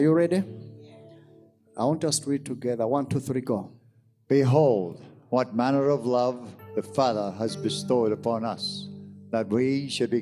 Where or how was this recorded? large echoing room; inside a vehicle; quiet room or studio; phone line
large echoing room